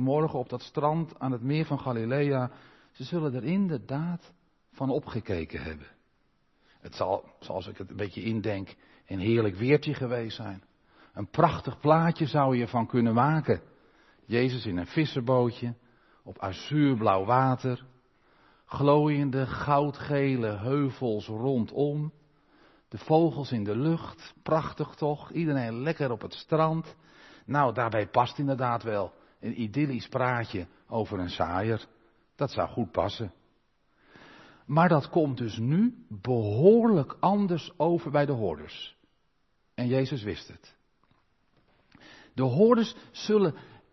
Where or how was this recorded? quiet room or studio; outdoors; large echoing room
large echoing room